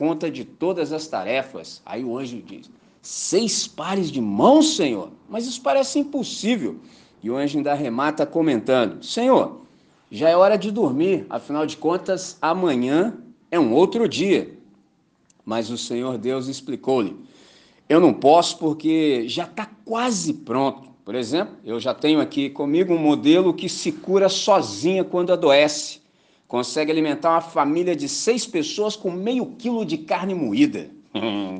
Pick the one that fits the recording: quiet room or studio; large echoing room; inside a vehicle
large echoing room